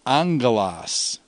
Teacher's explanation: when angelos becomes angelon, the accent stays on the antepenult · Term: nouns are retentive